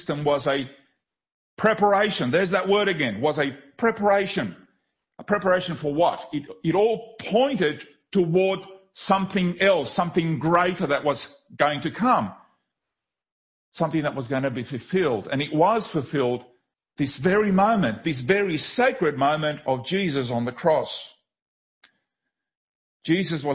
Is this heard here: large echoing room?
yes